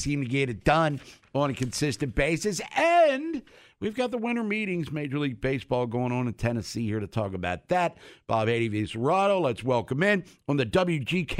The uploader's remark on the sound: Checks in live from MLB Winter Meetings. Calls in live from Nashville.